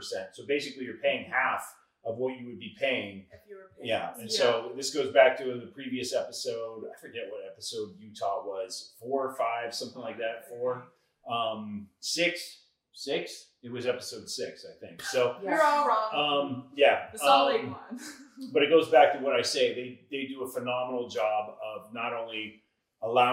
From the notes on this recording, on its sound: Salt Lake City, UT. We decide to put some new cameras to use and actually shoot a pod with her roommate. The mic quality on the cameras wasn't the best.